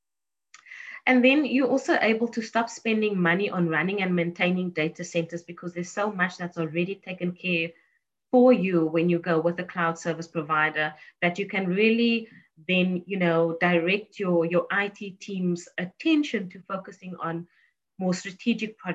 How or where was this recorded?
video call